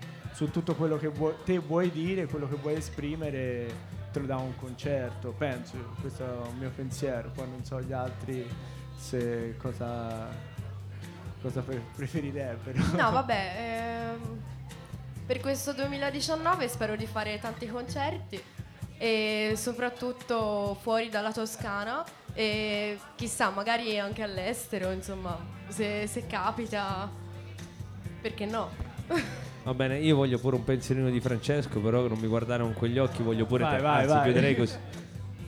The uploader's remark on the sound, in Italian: Registrato dal vivo